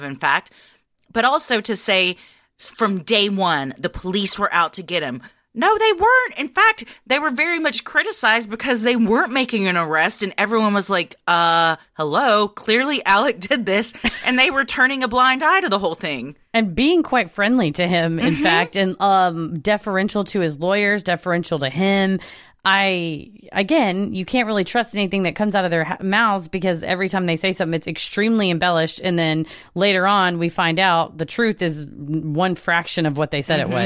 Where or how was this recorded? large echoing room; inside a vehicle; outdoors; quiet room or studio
quiet room or studio